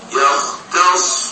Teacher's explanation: شايف الرخاوة في حرف الخاء شايف جريان الصوت فيها